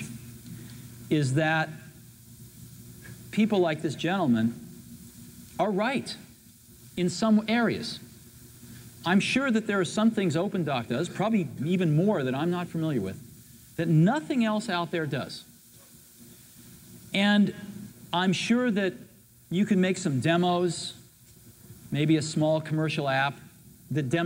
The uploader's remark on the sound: cooly responds to a critical question from the audience